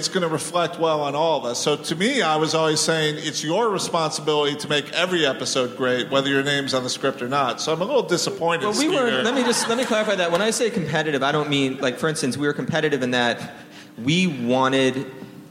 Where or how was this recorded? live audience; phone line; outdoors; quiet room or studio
live audience